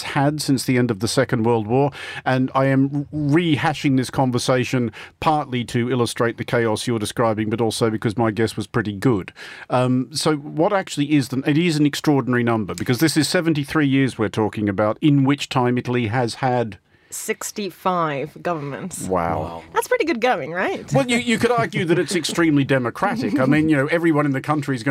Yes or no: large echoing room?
no